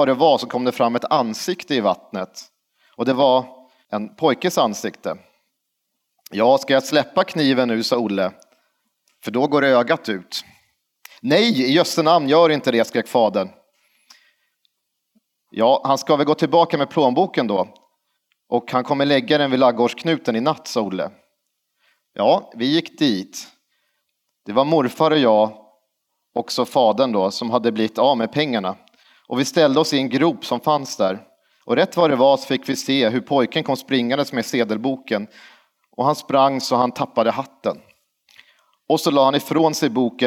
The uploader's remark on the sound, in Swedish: LIVE hos Östergötlands museum. Ett stort och varmt tack till alla 250 personer som kom och lyssnade på vårt uppträdande på Östergötlands museum.